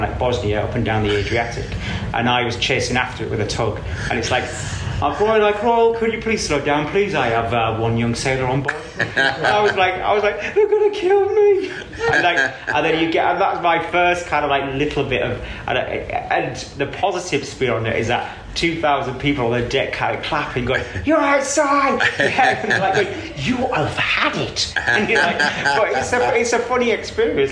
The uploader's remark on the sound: This episode was recorded in front of a live audience at Olympic Studios in Barnes.